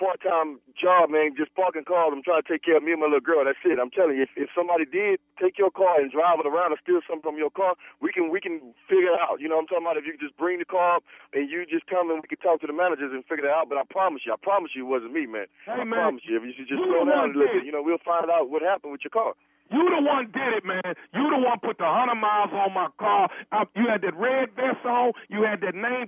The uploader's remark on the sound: calls the dude at valet parking